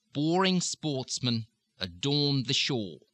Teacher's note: on boring, because it's between two vowels, you have to pronounce the R